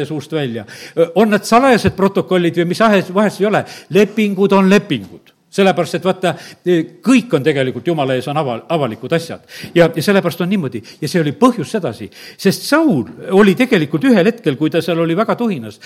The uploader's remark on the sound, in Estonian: Audio salvestus koosolekult